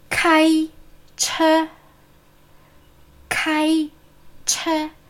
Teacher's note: Zwei gleichmäßige hohe Töne